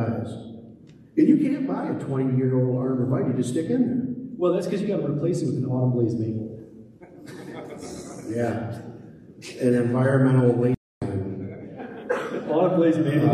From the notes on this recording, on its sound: Live from TCI EXPO 2023! On the main stage in St.